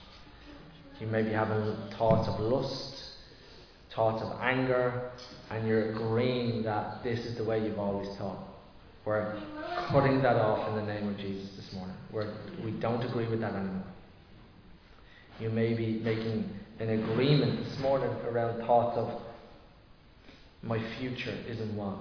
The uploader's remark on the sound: Recorded live in Liberty Church on 2 July 2023